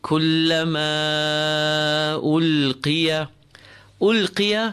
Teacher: the ألف at the end of this word is followed by a hamza in the word following, and therefore the alif is pulled double its length. This is a permissible secondary mad known as the munfasil, al-maddul munfasil, the separated mad or the separate mad.